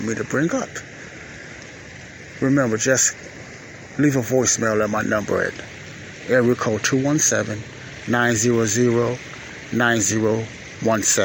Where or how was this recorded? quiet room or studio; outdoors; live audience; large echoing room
outdoors